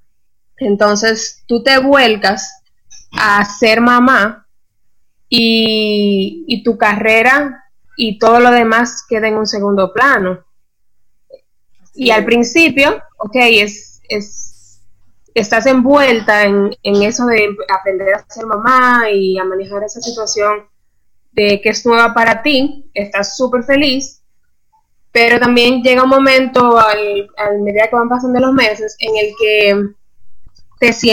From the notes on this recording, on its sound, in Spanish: Tuvimos algunas dificultades con el internet y el audio